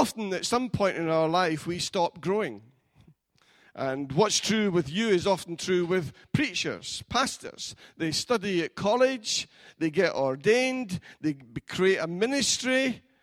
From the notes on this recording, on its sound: Recorded at freedomcentre church, Preston on Sunday 2nd June 2019.